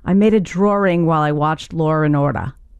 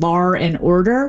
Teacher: The linking R, which is an extra R we find in dialects that typically drop the R